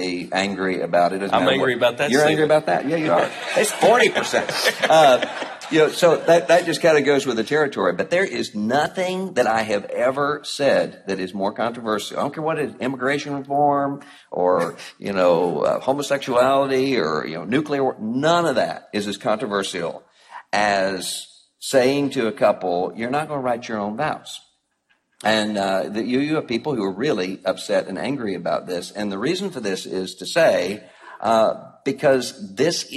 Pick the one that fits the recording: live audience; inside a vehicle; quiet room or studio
live audience